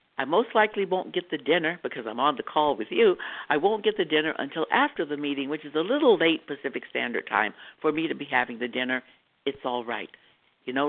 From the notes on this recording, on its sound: from the 100 Pounders Phone Meeting